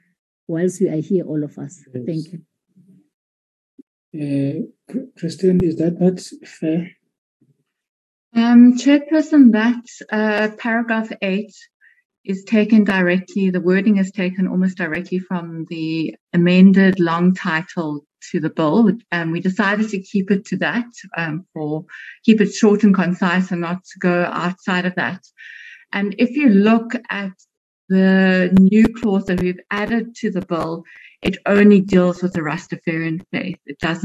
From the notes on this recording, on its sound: Virtual meeting Platform.